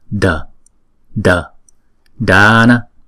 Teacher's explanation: Chữ D á, thì chúng ta để cái đầu lưỡi ngay cái bên trong của hàm răng trên